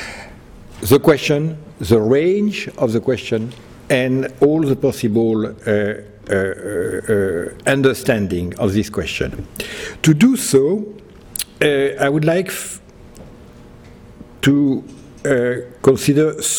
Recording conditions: large echoing room